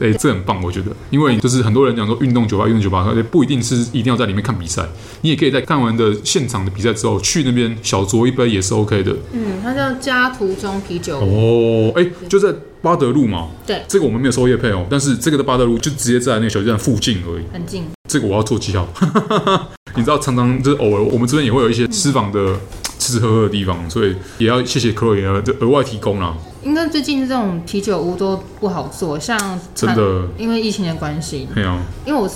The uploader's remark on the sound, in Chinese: 本集白噪音指數：0/5。錄音地點： The Gathering Cafe 齊客咖啡。